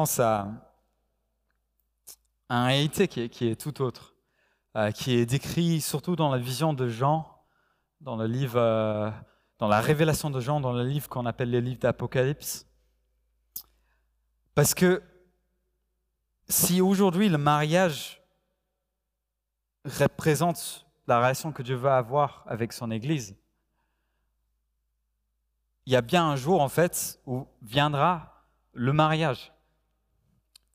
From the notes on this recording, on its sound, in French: Enregistré à l'église CVV, le 05/09/2021